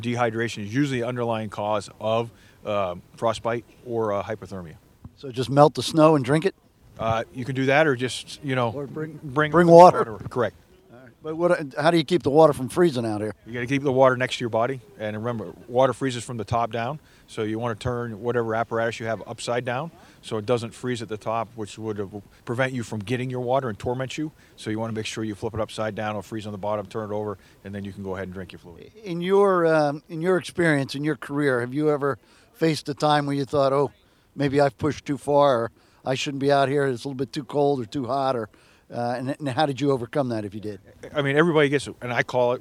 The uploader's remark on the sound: On Location at Spartan Winter Agoge 001